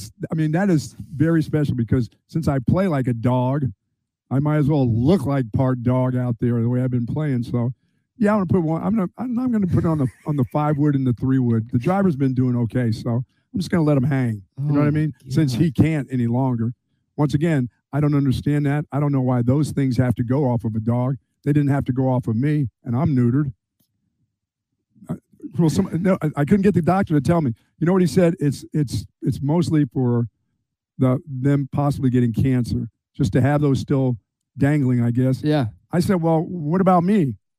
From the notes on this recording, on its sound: LIVE at Sue Patrick on Burnet Road!